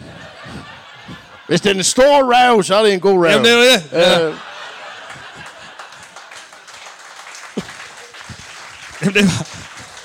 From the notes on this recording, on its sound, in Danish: Optaget foran et mageløst live publikum på det altid magiske Ramsømagle Forsamlingshus.